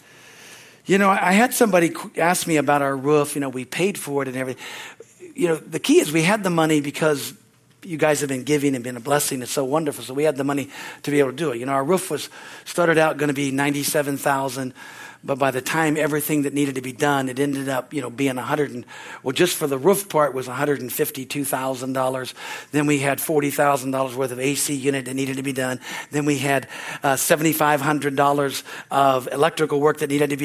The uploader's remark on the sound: from the Wednesday service on July 19, 2023 at Harvest Bible Church in Stockton, CA.